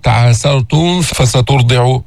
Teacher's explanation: نظهر الميم عند الفاء، الميم الساكنة، وإن تعاسرتم فسترضعوا، حتى ما يصير إخفاء، حتى ما تطلع معك، تعاسرتم فسترضعوا، وإن تعاسرتم فسترضعوا له أخرى.